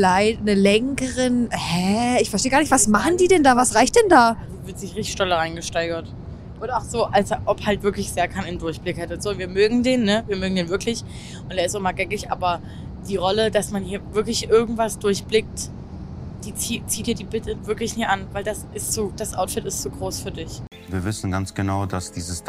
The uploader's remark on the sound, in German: Auf dem Weg nach Köln im Auto aufgenommen. Entschuldigt, falls es etwas wackelt.